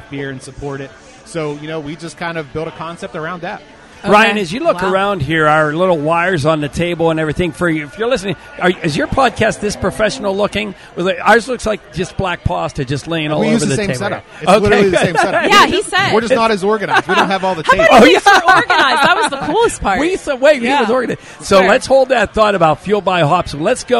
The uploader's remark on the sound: Thanks to Fueled by Hops Podcast, we simultaneously recorded at Primanti’s.